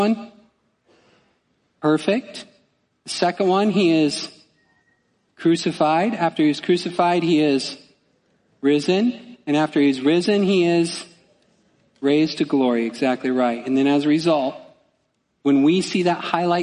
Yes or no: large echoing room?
yes